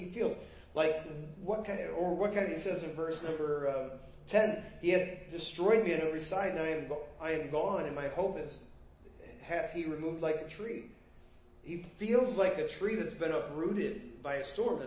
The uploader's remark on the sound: Preached at First Baptist Church of Hazel Park